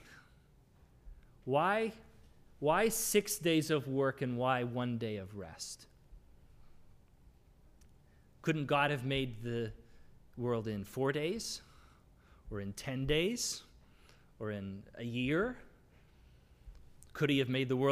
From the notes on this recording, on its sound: This is the audio from the entire service.